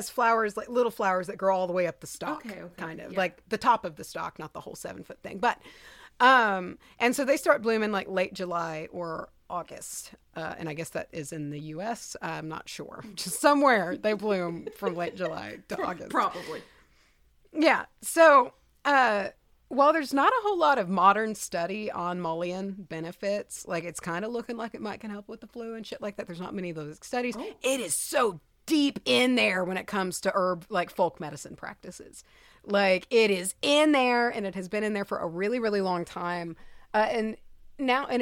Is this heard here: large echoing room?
no